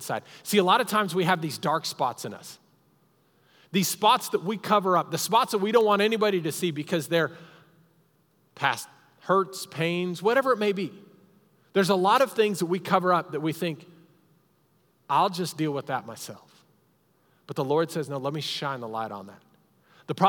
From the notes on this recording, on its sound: Recorded live during our Sunday morning service